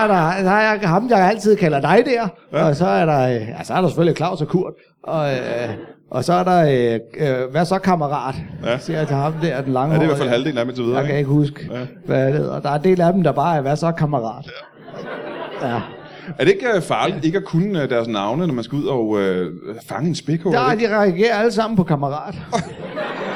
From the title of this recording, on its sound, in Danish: LIVE fra Studenterhuset i Odense